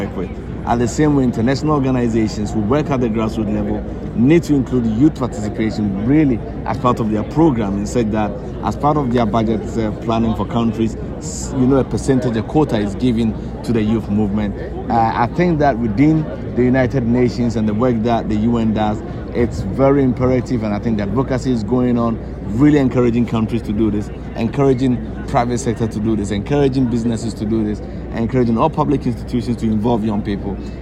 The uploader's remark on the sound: is a live conversation that took place in the heart of Sharm-El-Sheikh in Egypt where COP27 takes place.